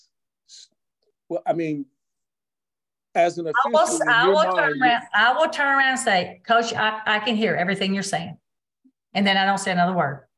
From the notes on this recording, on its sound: Recorded Zoom meeting.